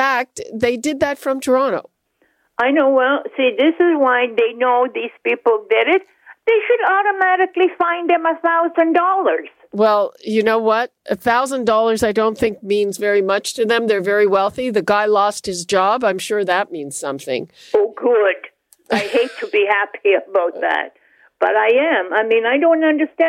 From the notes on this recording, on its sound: Listeners call in with their opinions on the biggest stories of the week.